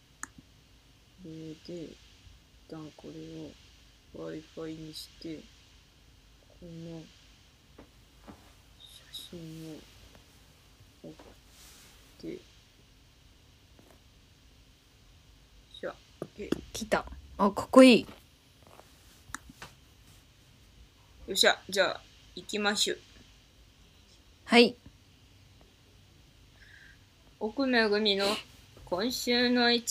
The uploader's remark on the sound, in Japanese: 風が強い上にイヤホンが逝った日（ごめん）。タイトルの通りでして音声が乱れております・・・。